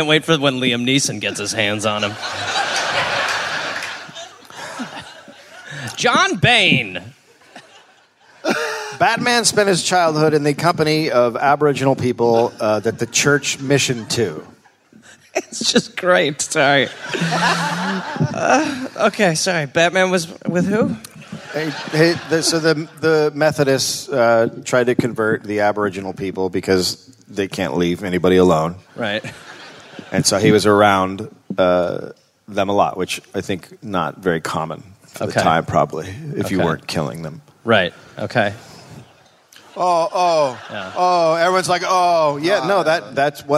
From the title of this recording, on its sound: Live in Melbourne